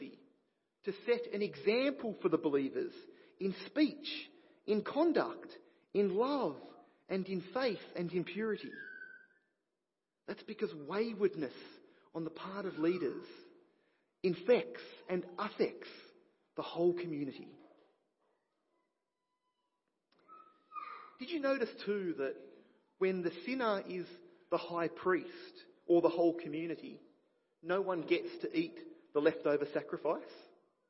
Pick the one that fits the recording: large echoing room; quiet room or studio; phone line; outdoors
large echoing room